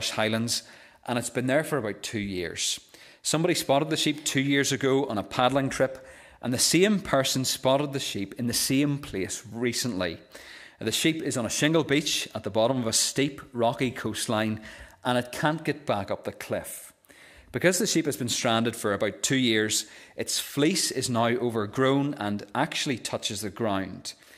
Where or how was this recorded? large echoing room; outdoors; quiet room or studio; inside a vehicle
large echoing room